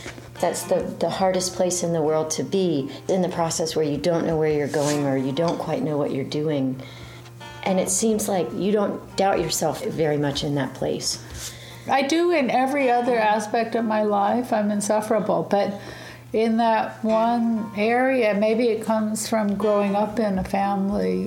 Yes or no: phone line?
no